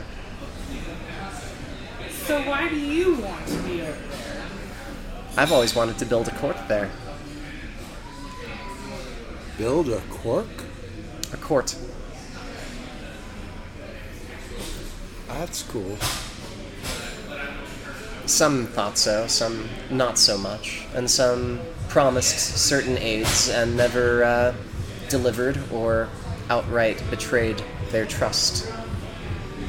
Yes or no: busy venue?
yes